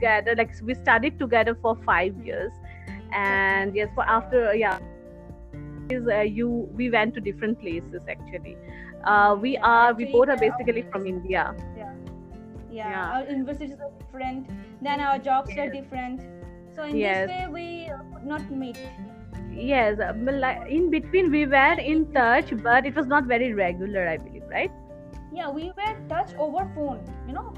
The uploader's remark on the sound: Please forgive us for the glitches.